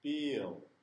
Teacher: Bill 하고 좀 혓바닥이 그 윗니 뒤에다 딱 붙는 거예요.